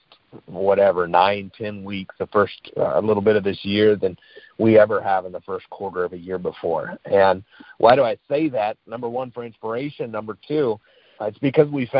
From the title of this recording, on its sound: Gold Club Q&A Call